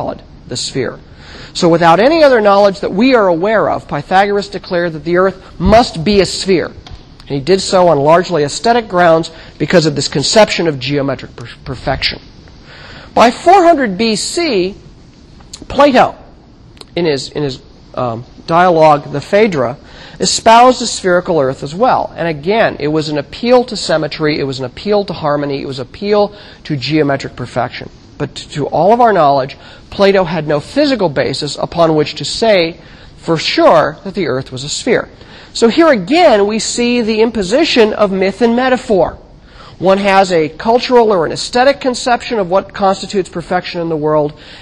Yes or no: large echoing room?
yes